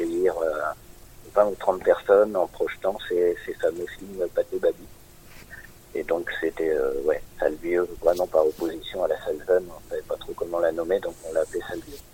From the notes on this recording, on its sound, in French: Interview téléphonique